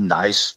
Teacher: har man ikke stød. Nu har man ikke stød mere.